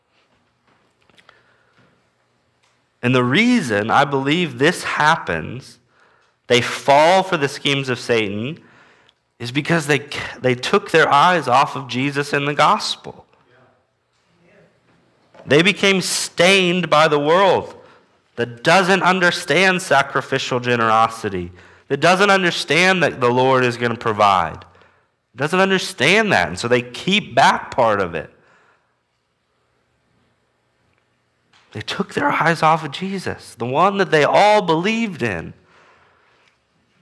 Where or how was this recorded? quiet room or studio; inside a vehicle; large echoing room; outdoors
large echoing room